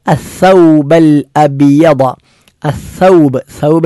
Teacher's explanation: സ പല്ലിൻ്റെ അറ്റത്ത് നാവ് സ്പർശിച്ചോ സ്പർശിച്ചില്ല എന്ന രൂപത്തിൽ, ഒരു കാറ്റ് പുറത്തേക്ക് വരുന്ന രൂപത്തിൽ ഉച്ചരിക്കേണ്ട അക്ഷരമാണ്. ഇവിടെയും സാഇന് ഷെദ്ദുണ്ട്, അത് കട്ടി കൂട്ടിയാണ് ഉച്ചരിക്കേണ്ടത്.